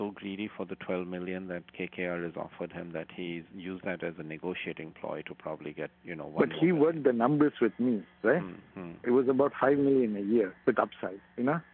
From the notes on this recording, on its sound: The audio of a phone call. Used as evidence in the insider trading case.